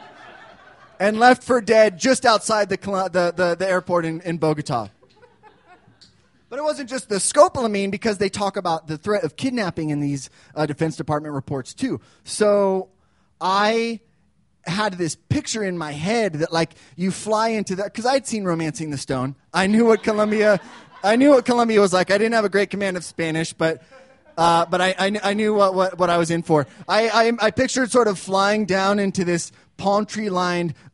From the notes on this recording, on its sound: These stories were recorded at The Deer Pile on October 17th, 2013 by our good friends at The Denver Diatribe.